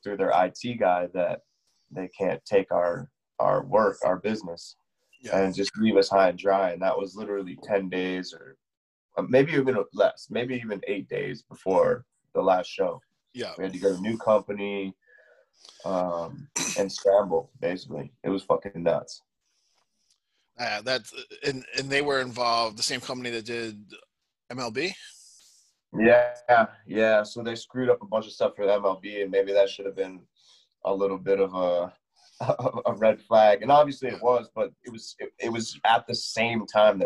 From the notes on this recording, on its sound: Zoomed with Bellator MMA Medical Director.